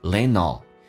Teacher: Lend 的 D 可以不发音，叫 lend.因为你说 lend all 很难听。如果一定要连音的话，一般是 lend,用 N 跟 all 形成的连音叫 lend all.